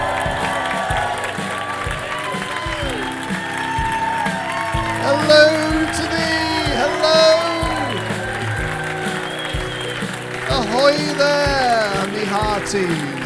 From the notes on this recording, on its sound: in front of an ACTUAL live audience